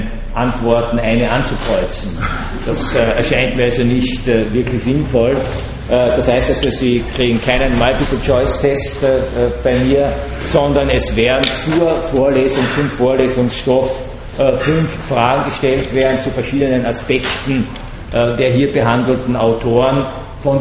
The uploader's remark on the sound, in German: Gehalten am 14.06.2012 an der Universität Wien. Diese Vorlesung wurde von Studierenden der Uni Wien aufgenommen.